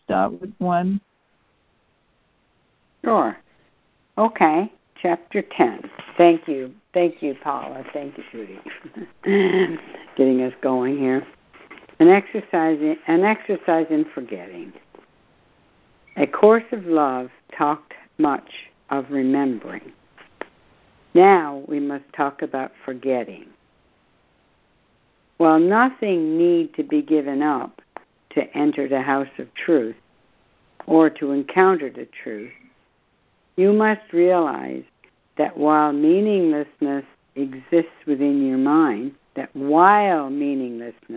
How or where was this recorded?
phone line